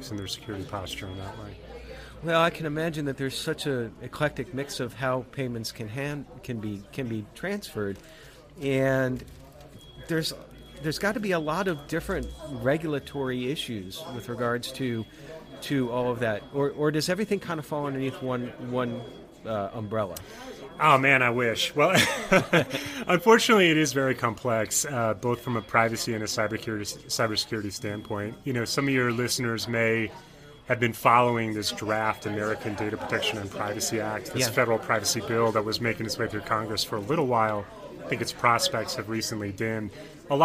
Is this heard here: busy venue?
yes